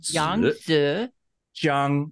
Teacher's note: Jiang is straight across. The tone is one. Tone number one. So it's Yangzijiang.